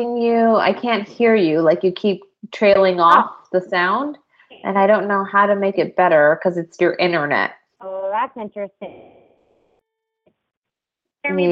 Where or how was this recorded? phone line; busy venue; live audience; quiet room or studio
phone line